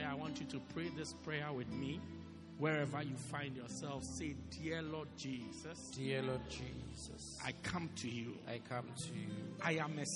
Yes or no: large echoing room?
yes